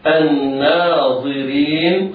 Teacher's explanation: الظاء مفخمة والراء مكسورة حكمها الترقيق